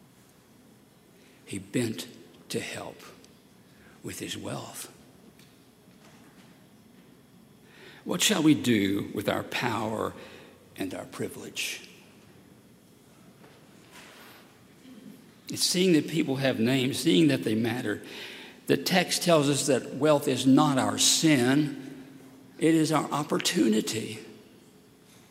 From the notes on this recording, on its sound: at Highland Baptist Church, Louisville, Kentucky